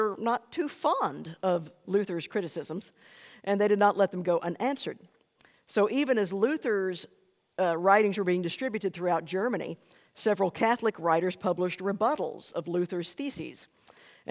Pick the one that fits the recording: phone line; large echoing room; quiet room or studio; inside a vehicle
large echoing room